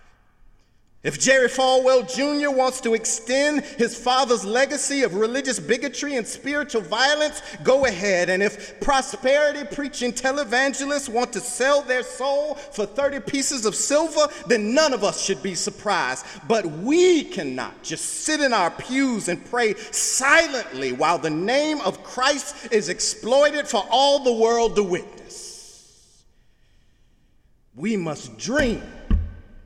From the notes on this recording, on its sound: Sunday sermon August 27, 2017 in the Memorial Church of Harvard University